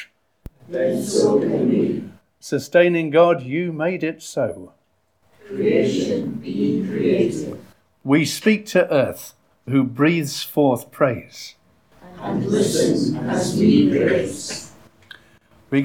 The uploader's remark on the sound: Audio podcast of morning service.